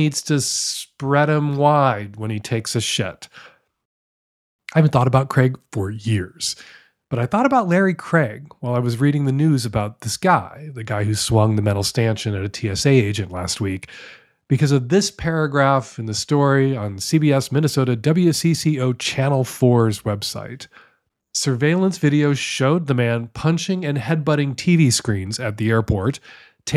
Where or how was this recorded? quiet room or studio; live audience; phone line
quiet room or studio